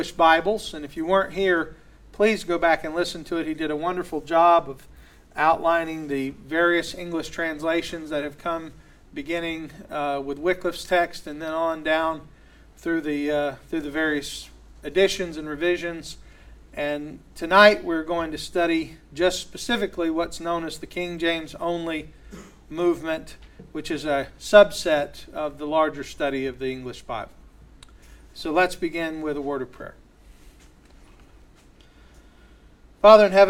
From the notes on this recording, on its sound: a recent lecture he gave at Sovereign Grace Academy